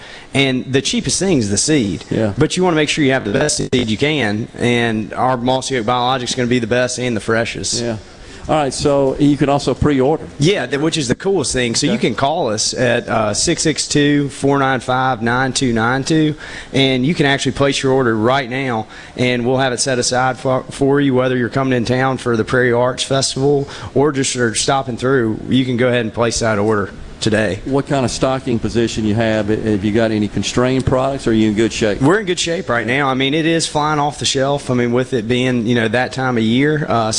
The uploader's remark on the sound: The JT Show is LIVE from Mossy Oak in West Point getting you geared up for the 43rd Annual Prairie Arts Festival kicking off this weekend.